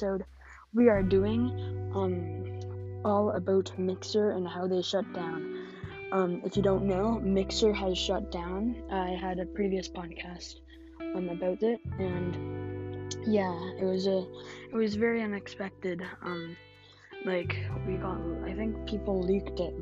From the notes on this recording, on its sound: This had some technical difficulties so I am so sorry for that!